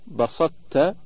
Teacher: إدغام الطاء في التاء في كل من بسطت في سورة المائدة وأحط في سورة النمل إدغاما ناقصا مع بقاء صفة الإطباق للتقارب الذي بينهما.